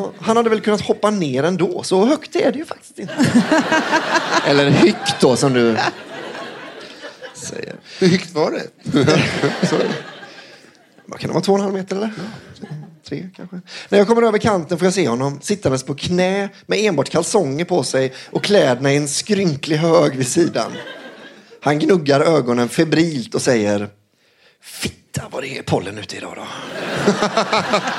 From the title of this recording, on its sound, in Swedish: Live på Scala